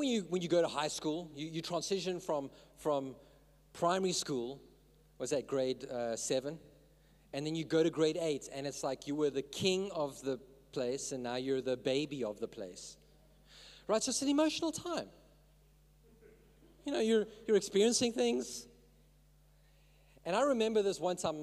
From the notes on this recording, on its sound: In this message I preached at Revive Church